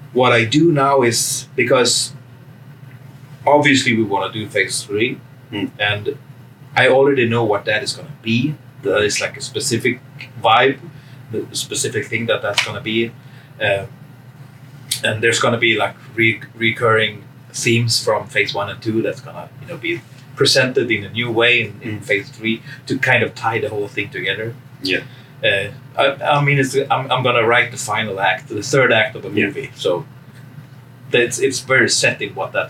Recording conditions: busy venue